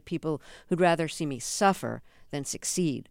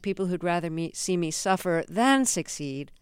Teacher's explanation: And the accent is on the than. · Shown in: second take